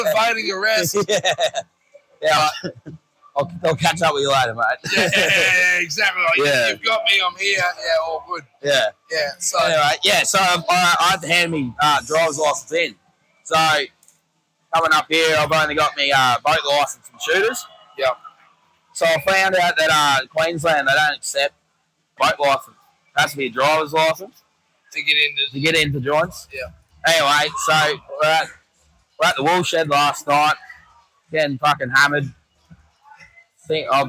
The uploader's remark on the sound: Mad Monday recorded around the pool at Gilligan's Cairns!